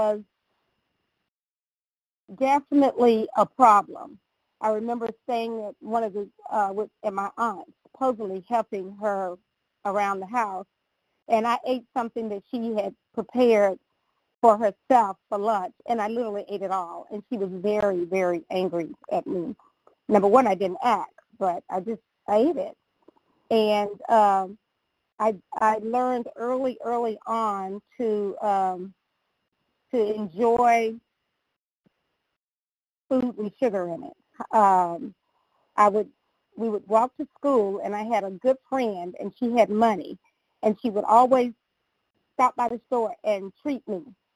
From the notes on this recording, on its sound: 100 Pounders Phone Meeting, 12/15/22